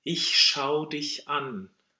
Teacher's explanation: the an belongs to schau and that's why we need a real glottal there to make sure that the, the combination, the, that the connection is still active.